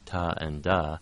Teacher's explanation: I think immediately of palatal, yeah, versions of ta and da, made with the tip of the tongue behind the lower front teeth and the blade of the tongue touching on the hard palate, and so you get ta and da, which isn't a difference in English, but you might encounter it in, I believe, in Polish you get some palatal There's stops.